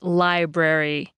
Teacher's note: In English, we say library, stretching out the I sound and saying it more clearly than the brary part